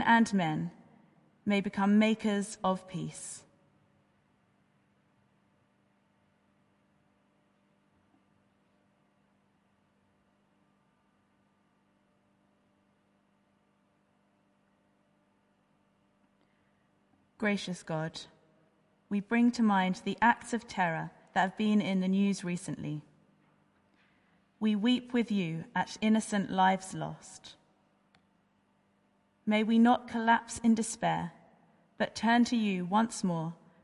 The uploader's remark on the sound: Remembrance Service. Christ Church, Bayston Hill (UK).